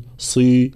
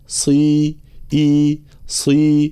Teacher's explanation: كسرة خالصة مع بيان التفخيم والإطباق · Shown in: second take